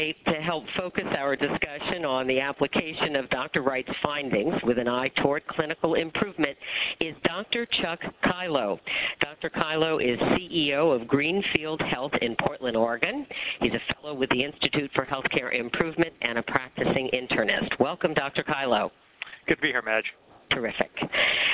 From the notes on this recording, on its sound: April 2005 Author in the Room® Teleconference